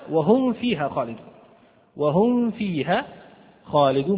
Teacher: تخرج من طرفي الثنايا العليا، السنتين العليا مع بطن الشفة، أطراف الثنايا العليا مع بطن الشفة، فاشتركت معها في الشفة السفلى، اشتركت الفاء مع الميم في الشفة السفلى، إذن اقتربت من مخرجها